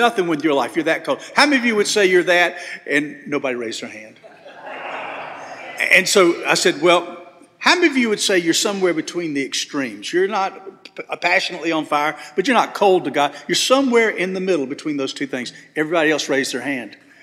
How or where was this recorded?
large echoing room